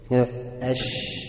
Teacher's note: في وسط اللسان مع الحنك الاعلى بس في انفراج بسيط كده · Term: شين